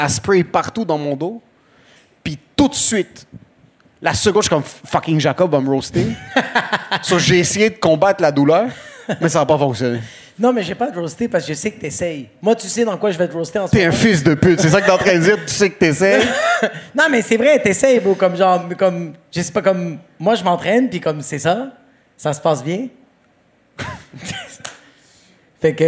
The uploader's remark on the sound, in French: Zoofest LIVE. Leur live lors du festival Zoofest.